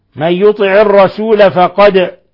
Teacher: دال مقلقلة، قلقلنا الدال لسكونها ولأنها من حروف قطب جد